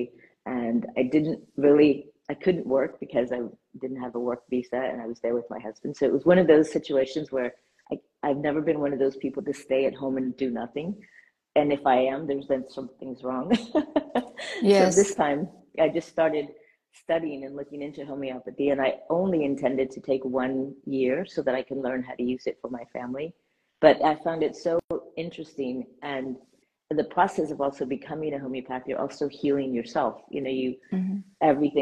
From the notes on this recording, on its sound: was recorded live on Instagram.